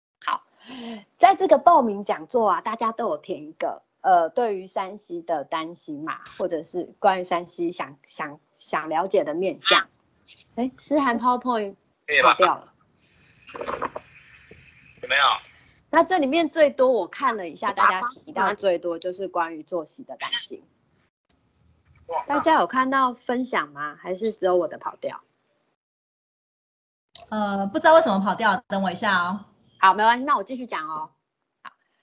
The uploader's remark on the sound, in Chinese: 此為線上課程錄音檔